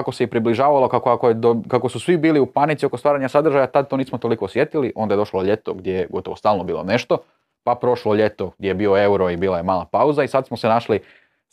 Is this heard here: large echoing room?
no